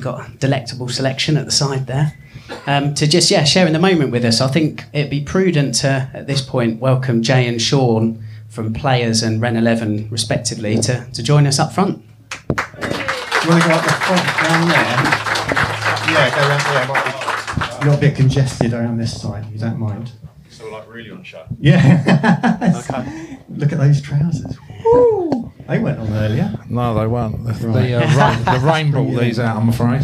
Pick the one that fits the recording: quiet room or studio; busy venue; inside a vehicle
busy venue